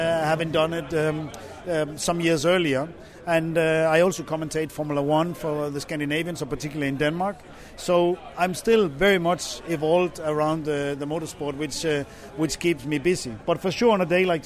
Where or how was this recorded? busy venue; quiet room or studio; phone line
busy venue